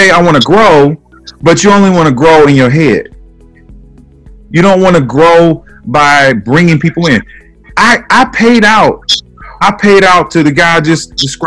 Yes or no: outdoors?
no